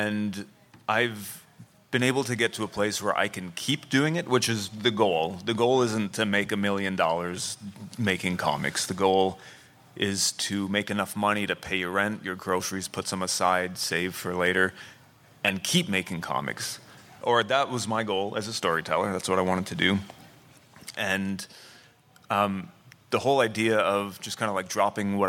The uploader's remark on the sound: An independent comic creator panel LIVE from FanExpo Philadelphia